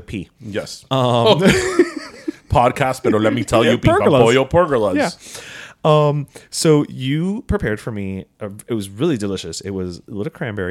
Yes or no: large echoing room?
no